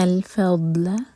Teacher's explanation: قل ان الفضل، فض تو یہاں پر قلقلہ نہ ہو، یہ دال نہیں ہے، ضاد زبان کی سائڈ سے پڑھیں گے